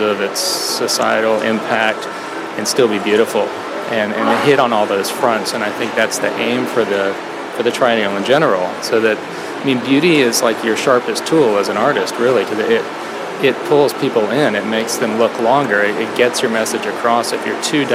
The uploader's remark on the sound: Live from Untitled Art Fair - Prospect 4 New Orleans